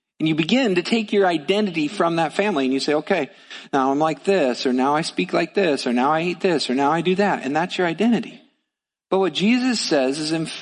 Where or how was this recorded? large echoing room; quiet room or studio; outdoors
large echoing room